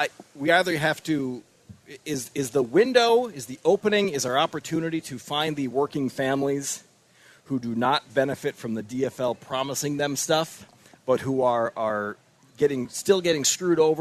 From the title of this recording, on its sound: Live From MN State Fair